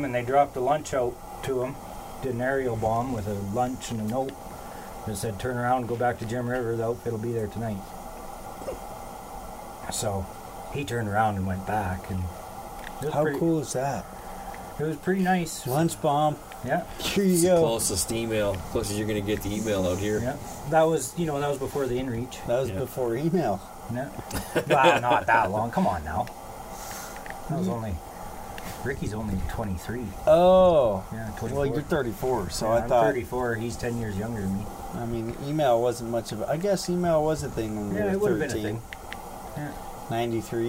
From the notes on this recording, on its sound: Live from Camp!